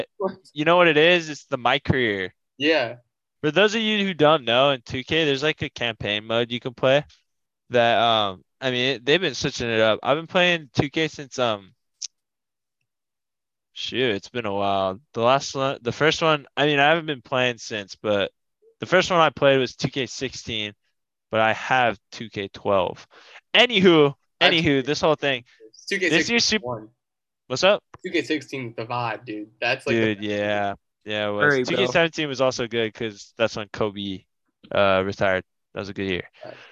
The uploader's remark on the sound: link up on Zoom from across the country